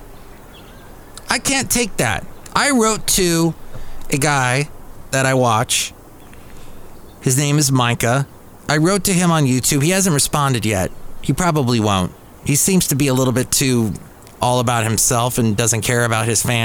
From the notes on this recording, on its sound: podcast live from Cafe Anyway